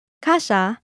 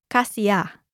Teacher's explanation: people read S-I-Y as simply S-H or sh. · Shown in: first take